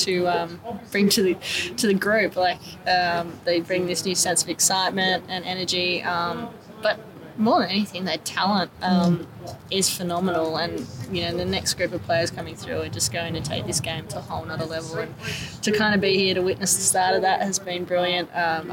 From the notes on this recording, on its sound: outside the pavilion at Lord's